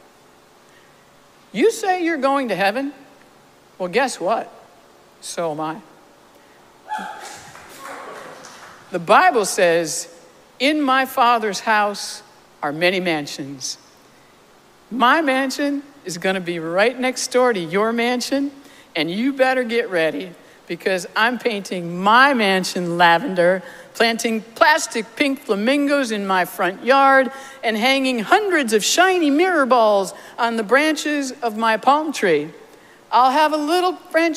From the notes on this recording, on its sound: Recorded live at Arlington Street Church, Sunday, July 16, 2023.